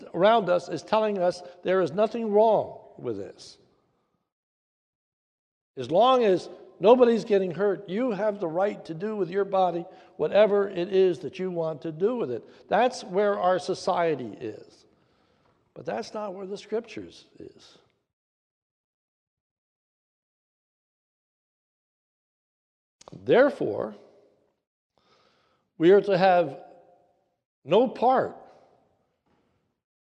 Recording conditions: large echoing room